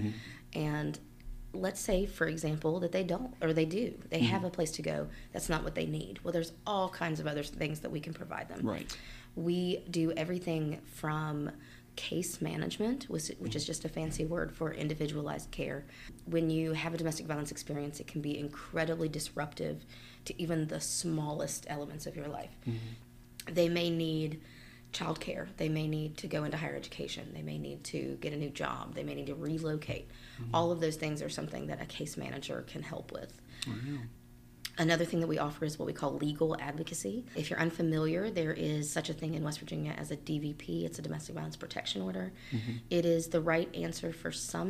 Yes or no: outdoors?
no